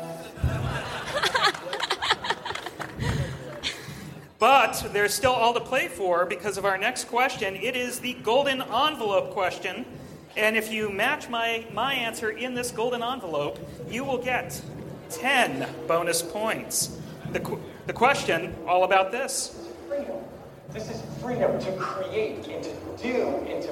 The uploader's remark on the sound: Pundit Showdown live at Macworld|iWorld 2013